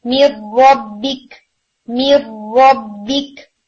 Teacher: तसादम, क्योंकि साकिन है सो तसादम होगा विदाउट फेशियल जॉ मोशन